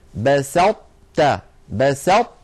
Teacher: أطبقنا اللسان على طاء من غير قلقلة، تاء فتحنا على تاء، فلا نحن أظهرناها فقلنا بسطت، ولا نحن أدغمناها إدغاما كاملا فقلنا بسطت. · Term: الإدغام الناقص